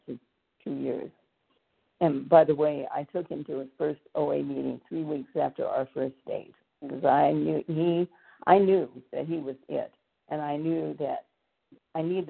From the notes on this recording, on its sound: from the 100 Pounders Phone Meeting, 2/21/24.